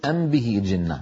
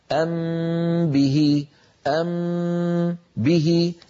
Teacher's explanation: قليل الورود، والأكثر بكثرة ساحقة أن نخفي الميم عند الباء، يعني نطبق الشفتين على الميم والباء إطباقة واحدة · Shown in: second take